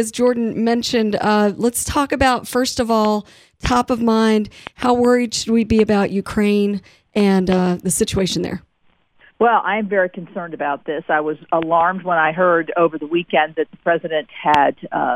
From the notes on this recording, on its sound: Joined on the phone. Calls.